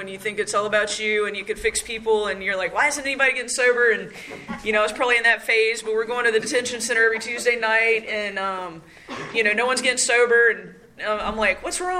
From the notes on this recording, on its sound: at the 3rd Practice These Principles Conference in Cary NC on Dec 9 2023